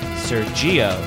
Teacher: that second syllable hitting it real hard